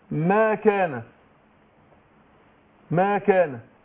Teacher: يبقى الالف هنا ايه قبله الميم مرققه حرف مستفل